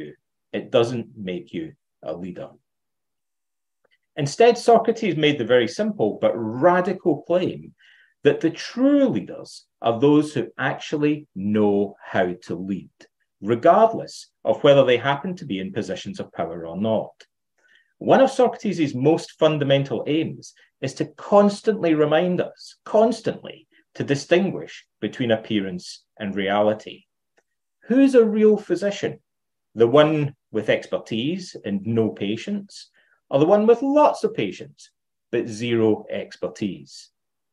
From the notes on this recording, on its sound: Plato’s Academy Centre virtual conference